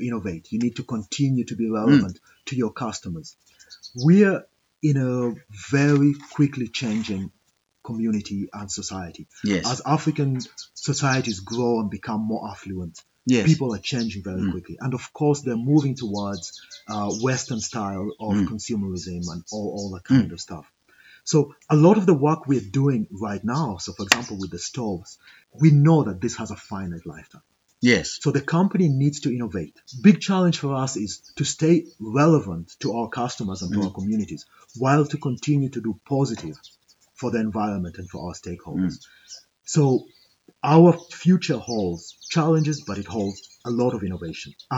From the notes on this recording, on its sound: Live recording from Kakamega's rainforest!